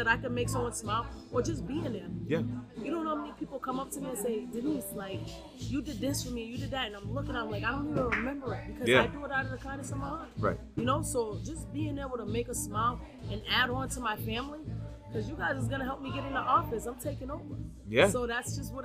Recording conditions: busy venue